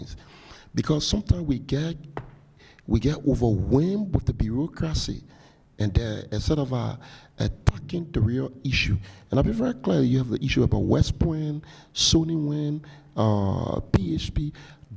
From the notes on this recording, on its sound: In this recording from their 2019 Global Development Forum session.